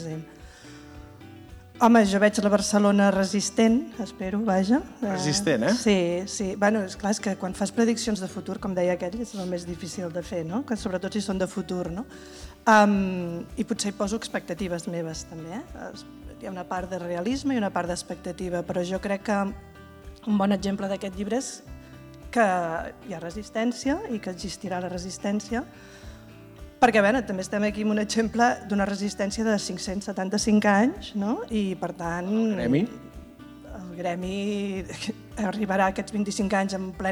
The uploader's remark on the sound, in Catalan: Des del Born amb el Gremi de Revenedors. El pòdcast d’aquesta Reserva d’El Temps de les Arts -en directe i públic- serví com a presentació d’aquest nou llibre.